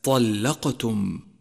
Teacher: لاحظ صفة القلقلة لحرف القاف في كلمة طلقتم، جاءت في وسط الكلمة، فهي قلقلة صغرى